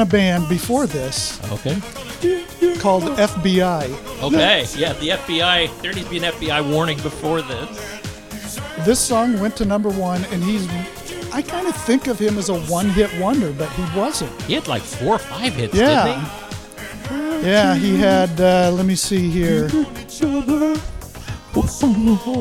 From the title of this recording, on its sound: Live from Towne West Square